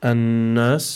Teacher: we have noon mushaddada, so we must apply the ghunna over here